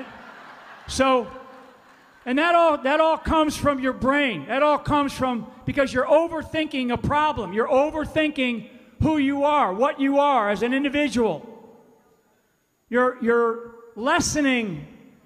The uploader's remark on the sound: FULL SPEECH from Tulsa, Oklahoma. There was a standing ovation.